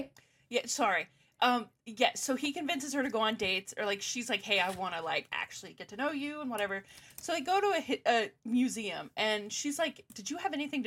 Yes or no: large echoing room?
no